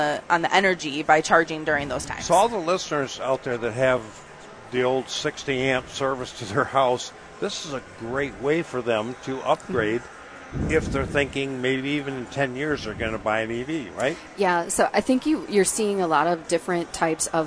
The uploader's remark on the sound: The guys are live from the Detroit Auto Show.